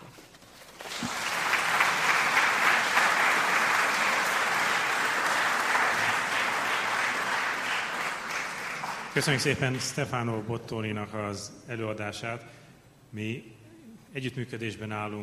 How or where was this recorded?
live audience